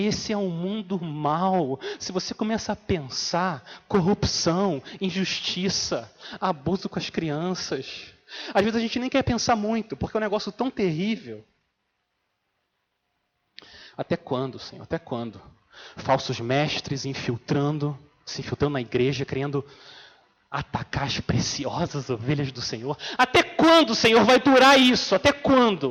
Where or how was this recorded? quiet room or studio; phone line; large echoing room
large echoing room